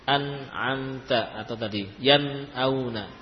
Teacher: Kalau nun ketemu hamzah dibaca jelas an'amta atau tadi yan'auna, ya, karena posisinya jauh antara ujung lidah dengan tenggorokan, ya, makanya dibaca idhar.